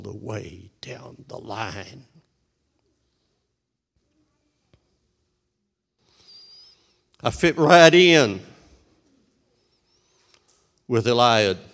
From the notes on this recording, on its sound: This sermon was recorded live on October 31st, 2021, at Newark United Pentecostal Church.